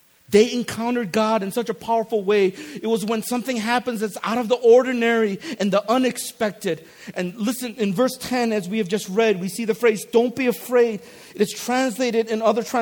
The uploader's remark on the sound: This is the Friday night message from the ReFOCUS Conference.